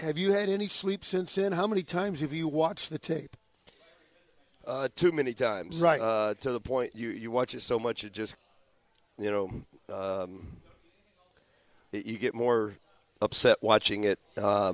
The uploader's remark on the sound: live from Humphrey’s Restaurant and Tavern